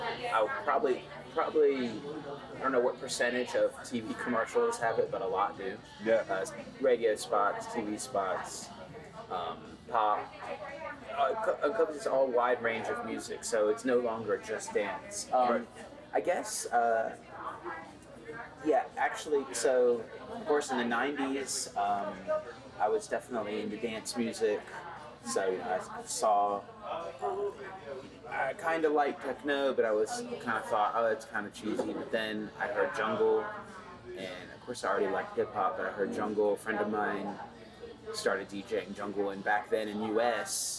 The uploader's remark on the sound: NFT.NYC was a spectacular occasion. The noise in the background of this conversation is representative of the, at times chaotic, fervor and energy that powered this amazing conference, at the beginning of November.